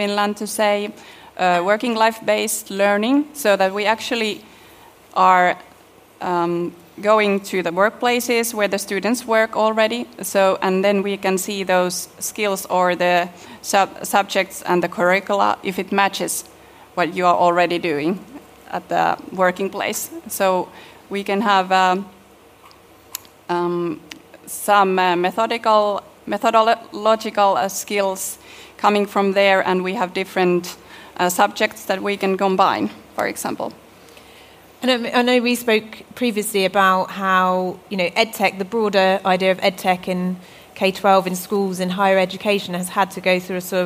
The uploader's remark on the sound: This week’s episode throws back to our LIVE recording at Dare to Learn 2019 in Helsinki, Finland, recorded during the same week as HEL we can!, an event on Boosting Skills & Continuous Learning in Europe. With a panel of adult education and corporate training providers, teachers, and eco-system supporters.